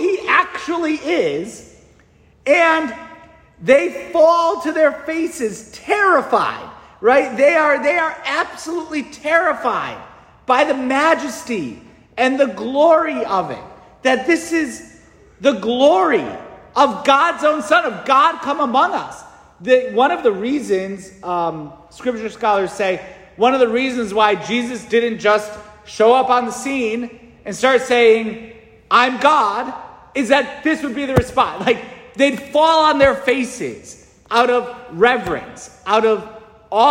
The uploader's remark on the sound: St Francis Catholic parish homily preached